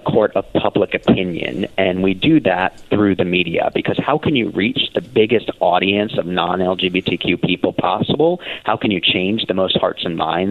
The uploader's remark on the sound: First Guest – Call